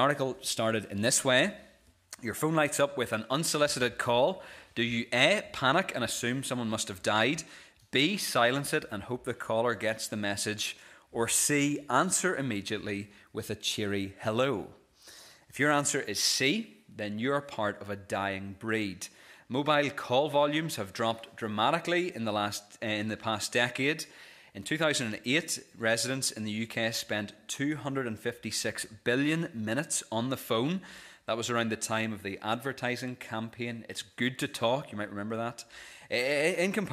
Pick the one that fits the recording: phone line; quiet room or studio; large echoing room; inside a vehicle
large echoing room